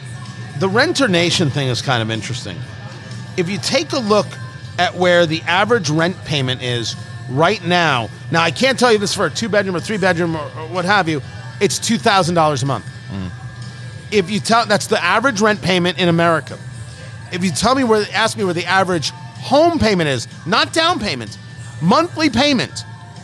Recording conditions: busy venue